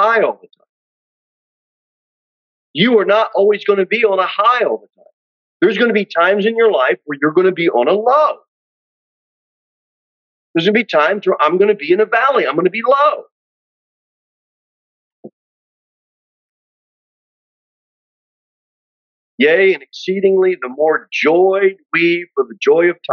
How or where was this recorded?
large echoing room